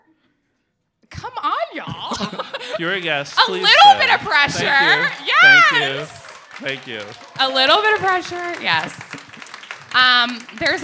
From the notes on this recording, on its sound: On our season finale we record our episode in front of a live audience. It was an amazing night.